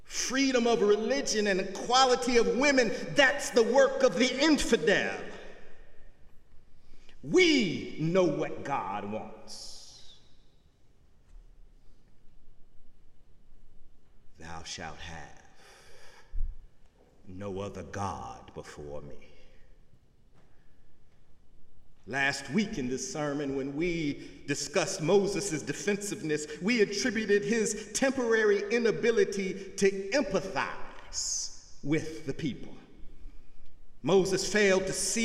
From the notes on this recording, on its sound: Sunday sermon October 8, 2017 in the Memorial Church of Harvard University.